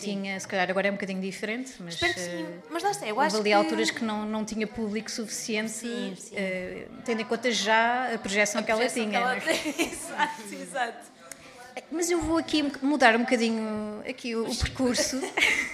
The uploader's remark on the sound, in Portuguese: para quem assistiu a tudo ao vivo